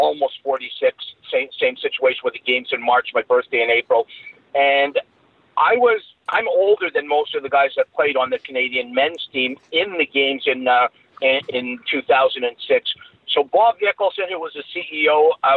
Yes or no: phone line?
yes